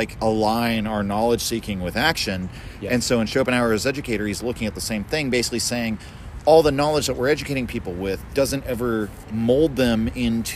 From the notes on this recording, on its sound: Chat at Sagebrush. Made our way around back, even though everything was damp. As the bar had only just opened and there was literally no one else there, owing to the rain & the Thanksgiving holiday, but the traffic was picking up outside as everyone rushed to get home. Eventually, we dried off some chairs and began recording a podcast.